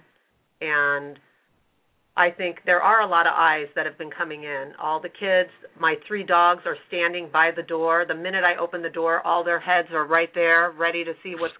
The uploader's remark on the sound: Open up the lines for listeners to call.